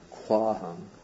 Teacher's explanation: Now the Buddha says, and first I should say that this apparent word kwahang is actually ko plus ahang. When they join, the O turns to a V, and the A of Ahang gets lengthened. And so this is the result of Sandhi, Kwahang.